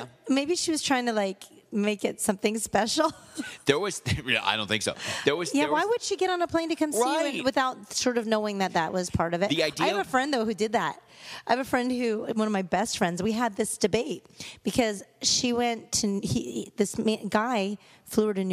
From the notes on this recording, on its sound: live from Mercy Lounge